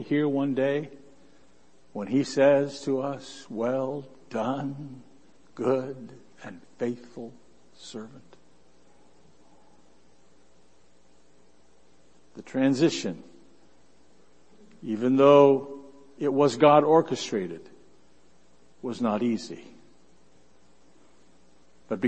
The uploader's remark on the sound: Worship Service